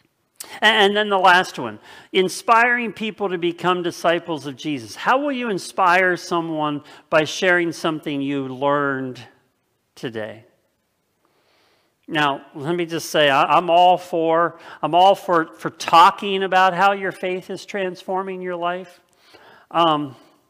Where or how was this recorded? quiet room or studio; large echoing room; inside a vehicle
large echoing room